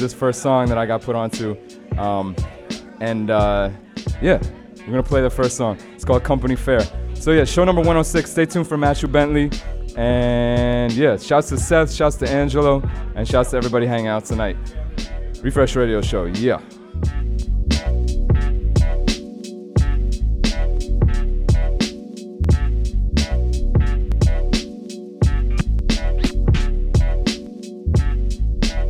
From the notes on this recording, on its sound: Originally broadcast live on May 8, 2017 from the storefront of The Late Late Bar on Houston Street in New York City